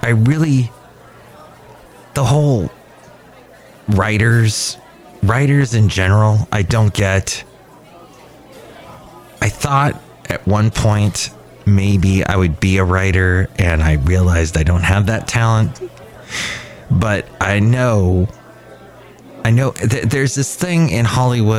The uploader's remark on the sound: podcasts live from Cafe Anyway